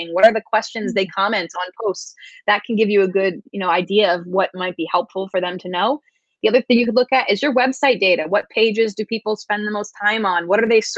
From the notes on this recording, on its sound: This podcast is a recording of our interview on Facebook Live.